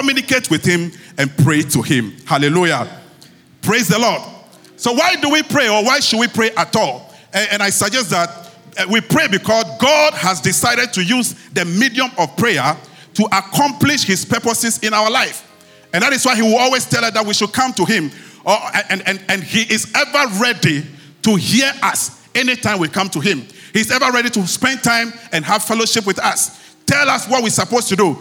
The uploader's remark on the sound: Sermon preached at CBC Shiashie